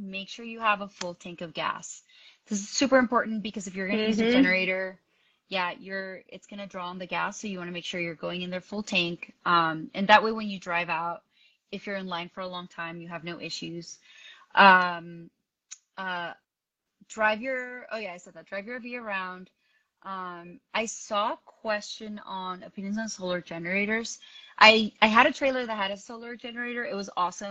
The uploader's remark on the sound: Live Q&A. Joining me on this IG live.